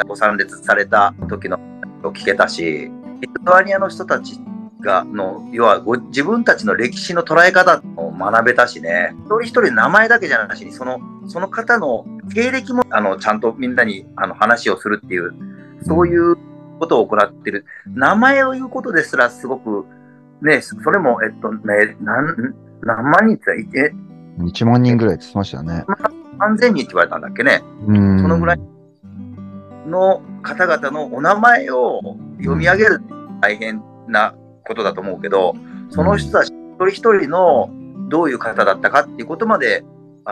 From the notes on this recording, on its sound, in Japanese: zoom収録のため少し聴き辛いです、ごめんなさい